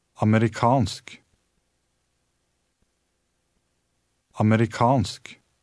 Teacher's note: In this word, the stress is on the last syllable.